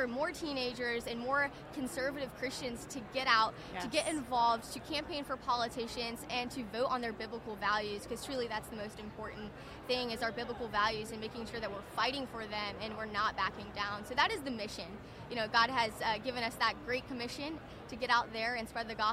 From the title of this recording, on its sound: The Unity Project What’s UP? Podcast at AmFest